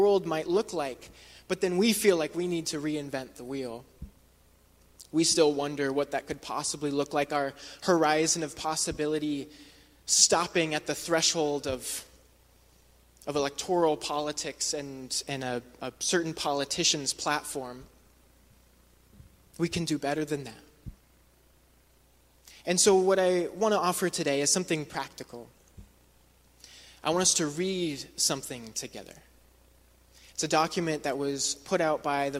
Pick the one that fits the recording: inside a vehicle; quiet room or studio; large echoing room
large echoing room